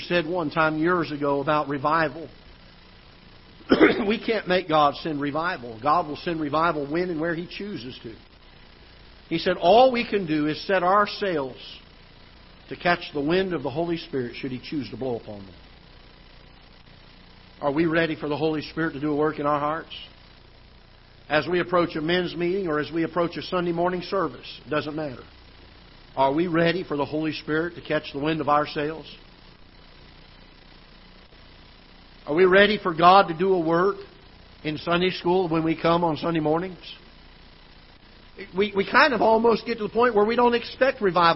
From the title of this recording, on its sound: Ketha Heights Baptist Church ~ Live Broadcast